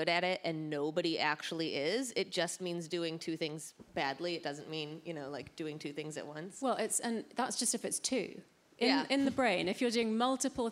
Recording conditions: busy venue